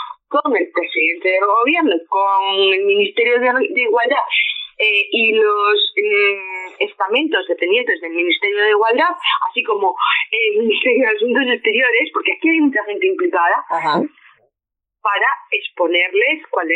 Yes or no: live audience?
no